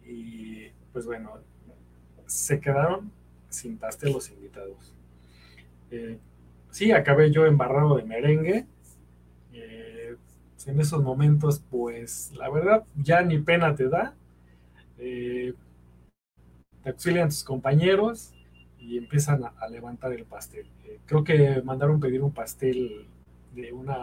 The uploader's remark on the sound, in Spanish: La transmisión en vivo salió mal